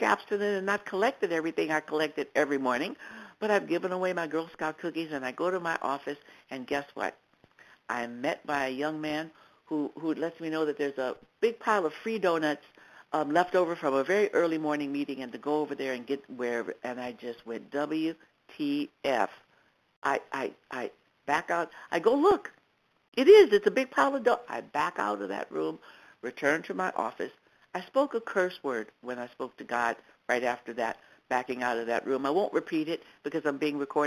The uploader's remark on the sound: 100 Pounders Phone Meeting.